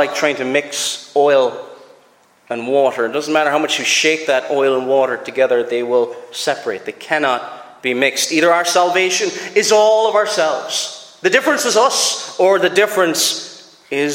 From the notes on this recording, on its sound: Preached at Loughbrickland Reformed Presbyterian Church